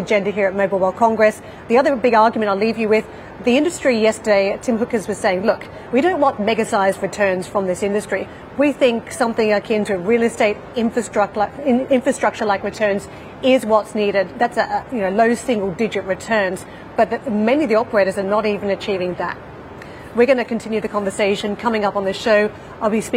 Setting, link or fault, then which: setting, busy venue